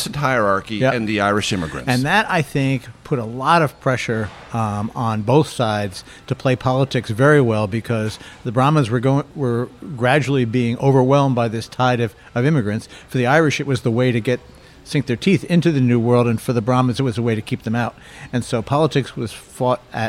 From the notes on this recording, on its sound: We're at Ris in Washington's West End.